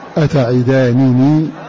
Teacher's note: والباقون قرأوا بالنون مظهرة من غير إضغام من نونين خفيفتين من غير إضغام